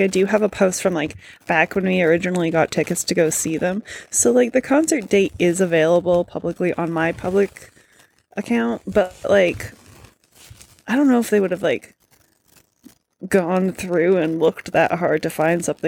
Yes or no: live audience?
no